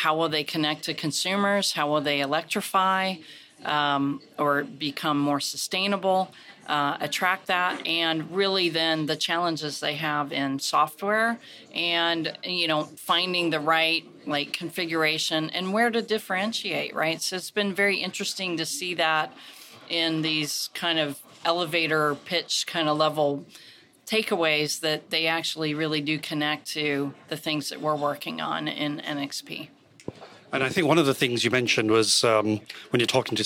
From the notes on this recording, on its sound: an interview from the Future of the Car 2023 conference